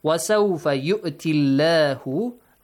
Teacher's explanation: the word Allah is pronounced with a light sound.